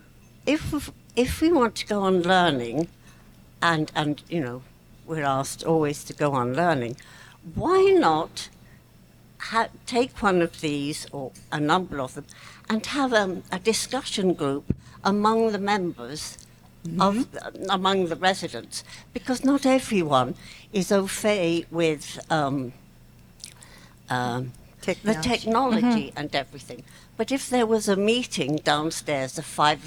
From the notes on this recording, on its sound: Hosting a LIVE recording at the Schlegel Villages Operational Planning Conference in Niagara Falls.